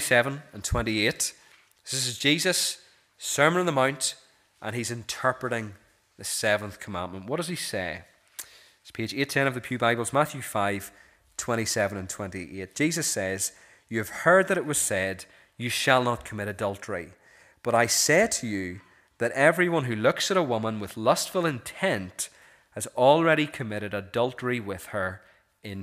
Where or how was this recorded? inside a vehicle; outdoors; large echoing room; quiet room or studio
large echoing room